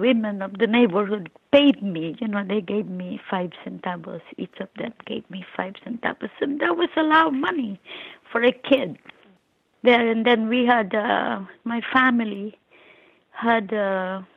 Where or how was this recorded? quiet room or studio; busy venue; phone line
phone line